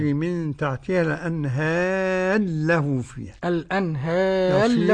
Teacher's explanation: يصير النطق بلام واحدة مشددة · Term: الإضغام